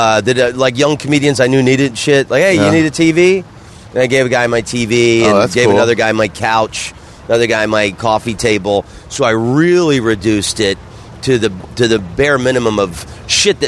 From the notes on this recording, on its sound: met up at the Moontower Comedy and Oddity Festival